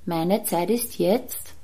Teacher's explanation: wenn die Stimme dann immer so nach oben geht, ist wie wenn du ein Fragezeichen hinten hast